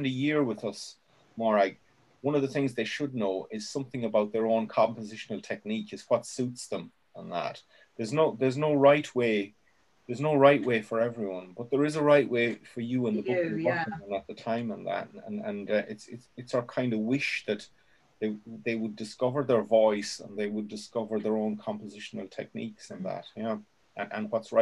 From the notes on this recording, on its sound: joined us for a Zoom workshop